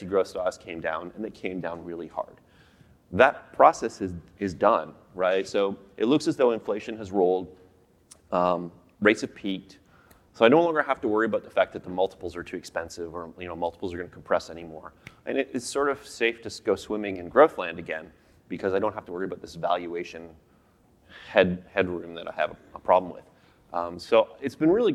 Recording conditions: live audience